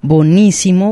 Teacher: Bonísimo es la simplificación y se considera una forma culta porque se reduce ese diptongo.